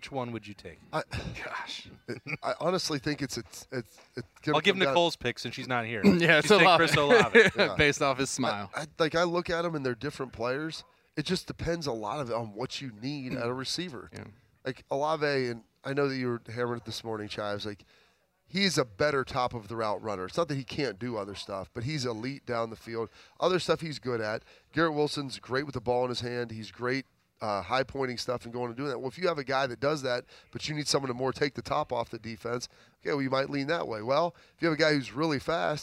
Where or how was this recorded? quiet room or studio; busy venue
busy venue